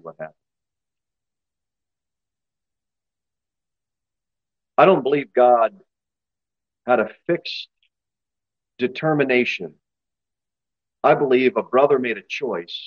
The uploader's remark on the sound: Sermon delivered at Pilgrim Baptist Church